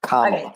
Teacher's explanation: I think the first syllable is the emphasis.